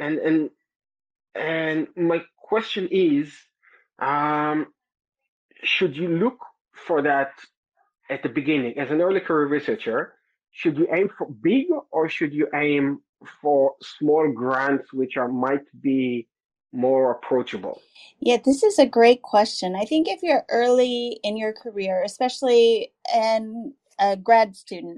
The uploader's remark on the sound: it was actually recorded live on twitter through twitter spaces